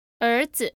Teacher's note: 儿子 is a second tone and a neutral tone.